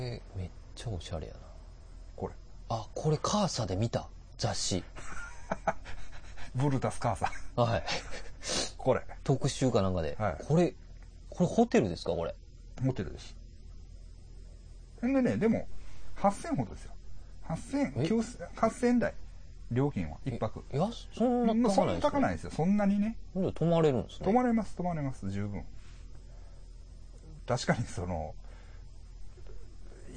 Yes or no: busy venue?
no